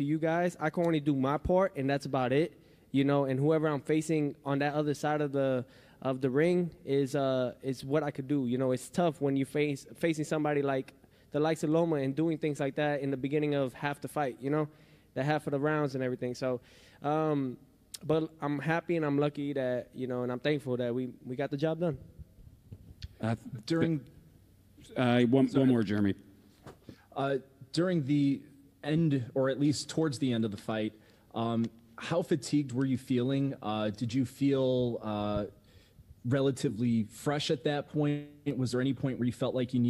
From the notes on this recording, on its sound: POST-FIGHT PRESS CONFERENCE